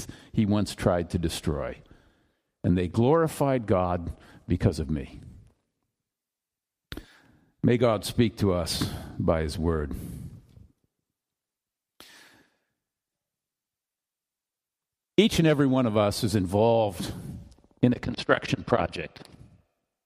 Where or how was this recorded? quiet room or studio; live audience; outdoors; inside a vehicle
live audience